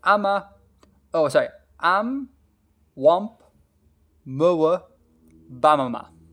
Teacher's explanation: everything is with the lips and they're very low vowels